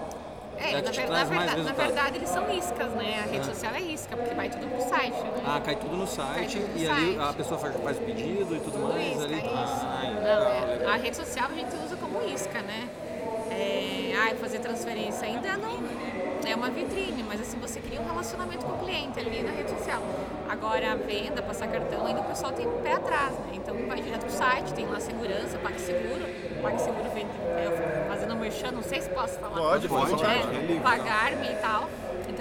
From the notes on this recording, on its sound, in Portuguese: Este é o primeiro episódio da série especial de podcasts gravados no Evento Hoje 2019 em Concórdia.